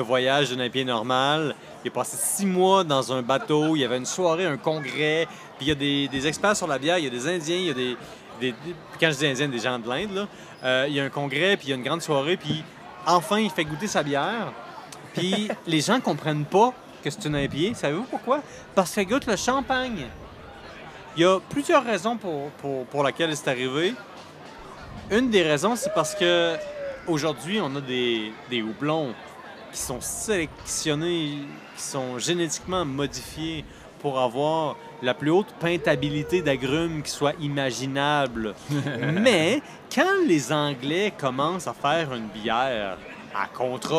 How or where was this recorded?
busy venue